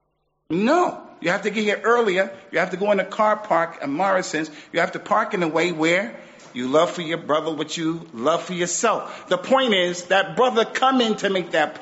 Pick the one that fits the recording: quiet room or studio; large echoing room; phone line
large echoing room